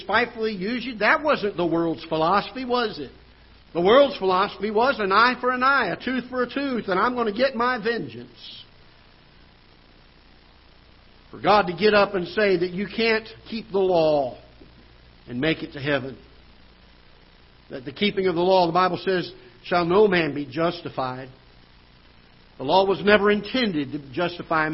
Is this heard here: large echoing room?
yes